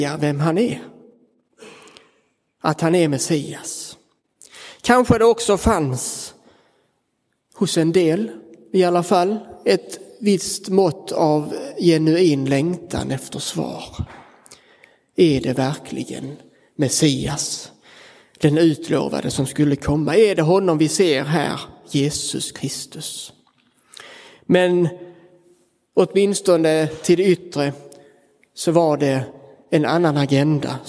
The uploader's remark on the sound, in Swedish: Inspelad i Roseniuskyrkan den 23 april 2023